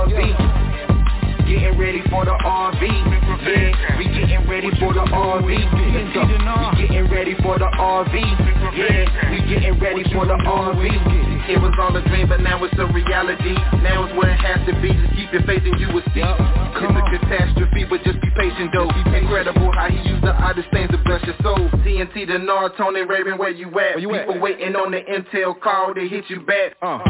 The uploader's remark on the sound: TNTSuperfantastic Conference Call.